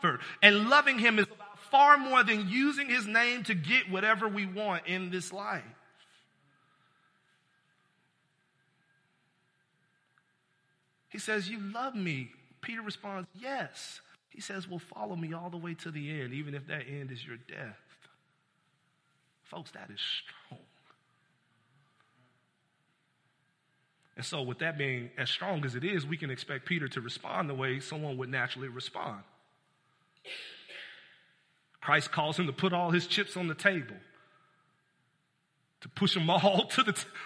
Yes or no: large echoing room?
yes